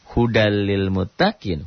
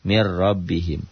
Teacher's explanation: Huruf idgham bila gunnah ada dua, lam dan ro. Jadi kalau nun mati atau tanwin berhadapan dengan lam atau ro, dimasukkan, dileburkan tanpa disertai dengan ditahan, tanpa dengan dengung.